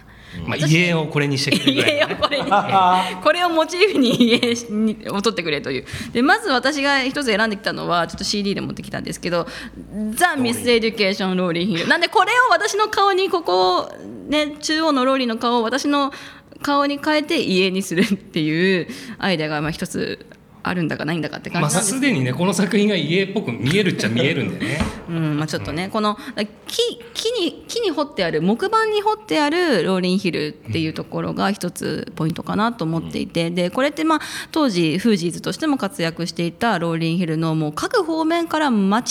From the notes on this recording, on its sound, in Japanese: 公開収録